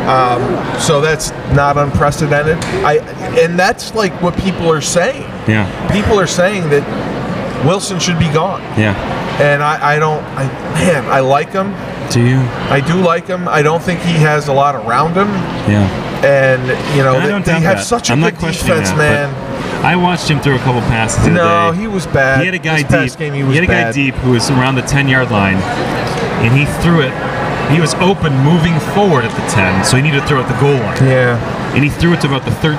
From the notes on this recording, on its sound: Sangertown Mall- On Location. Record in front of an eager audience at the Sangertown Mall in New Hartford.